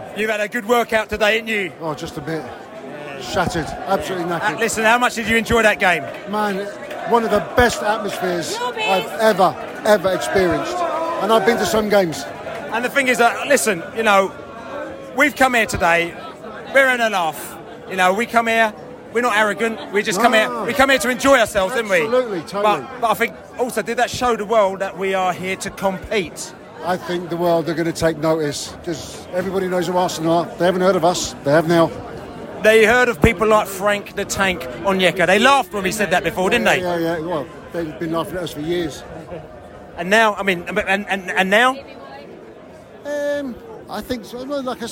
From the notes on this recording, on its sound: We spoke to fans in the stadium straight after the game and in the pub way way into the night